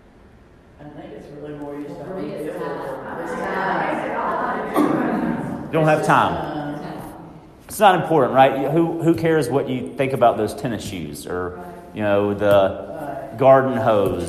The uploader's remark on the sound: I attend a session at the Leading RE Conference in Vegas